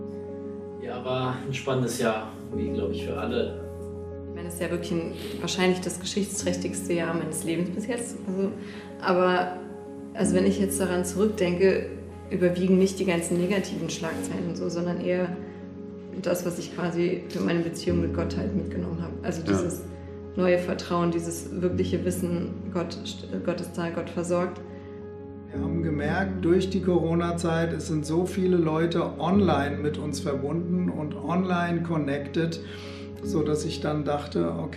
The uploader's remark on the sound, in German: Hör dir hier die Predigt vom Vision Sunday 2021. Aus unserem Gottesdienst am 14.